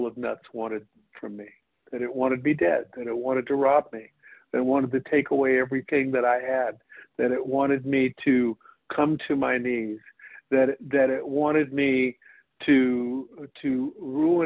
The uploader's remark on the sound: 100 Pounders Phone Meeting